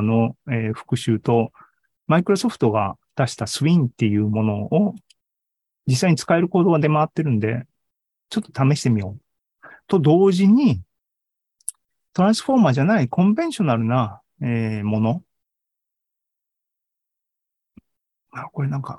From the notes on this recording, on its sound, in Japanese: ２０２２年１２月２１日に開催した ZOOMライブの模様です